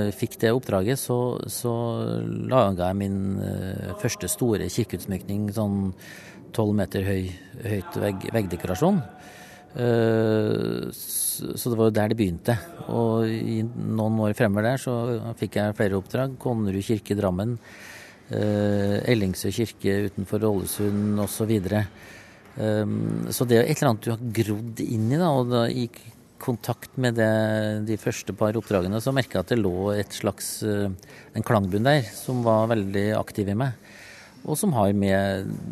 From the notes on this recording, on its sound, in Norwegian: Under den Jødiske Kulturfestivalen i Trondheim